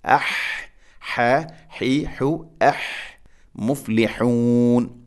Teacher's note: ഹ, തൊണ്ടയുടെ മധ്യഭാഗമാണ് ഹ എൻ്റെ മഖ്റജ്